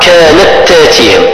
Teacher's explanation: تدغم التاء الساكنة في المتحركة · Term: إدغام